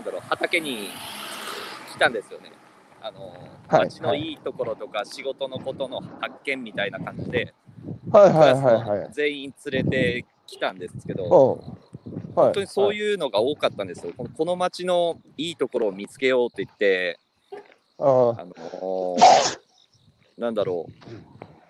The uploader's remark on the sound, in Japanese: 歩きながら1時間、対談する